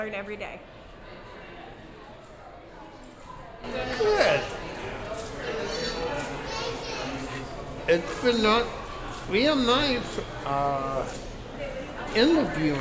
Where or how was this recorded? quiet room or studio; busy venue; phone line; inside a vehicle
busy venue